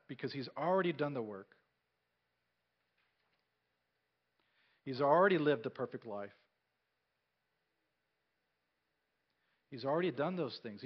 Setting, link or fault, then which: setting, large echoing room